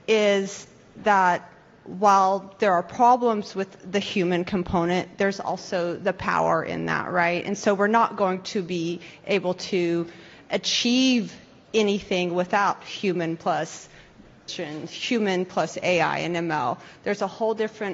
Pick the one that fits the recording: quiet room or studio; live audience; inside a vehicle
live audience